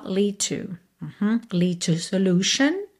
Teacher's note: Aqui, atenção à pronúncia de solution, tá? E lead to, lead termina em D, to começa em T, você junta num som só, lead to. Lead to solution.